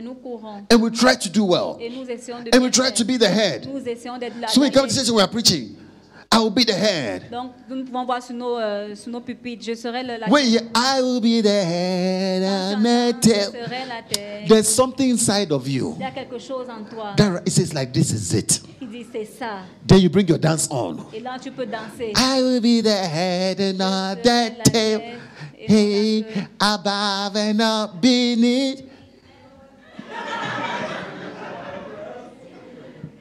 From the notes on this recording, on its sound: Preached during FCIM_Workers_Conference_2022 Day 1.